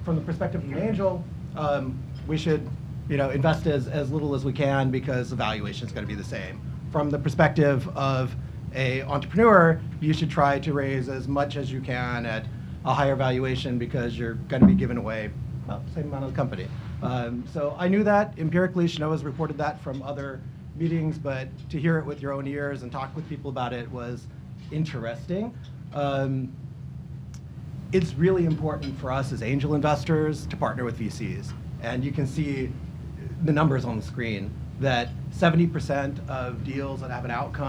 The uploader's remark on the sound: We recently attended the Hawaii Venture Capital Association’s "State of the Startup Investment Industry in Hawaii" Luncheon, where a distinguished panel discussed.